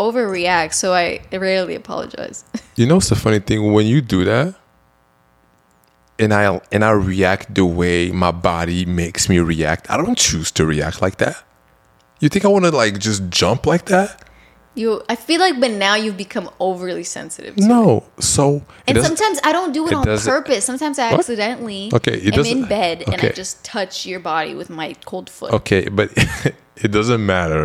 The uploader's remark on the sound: Sorry for the slight buzz in the background, not sure what it was.